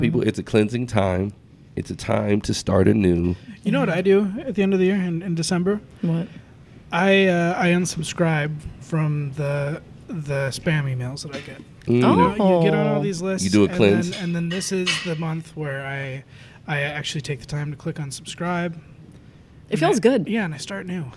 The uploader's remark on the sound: Myers' Deli & More lets the crew record an episode after hours, so everyone is using their NPR voices this time.